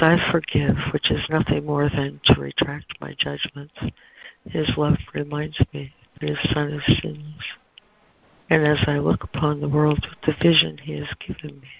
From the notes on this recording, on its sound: ACIM Daily Conference Call.